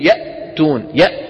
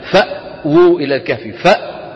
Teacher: الوتران الصوتيان ينقفلان ثم يبتعدان · Term: الهمزة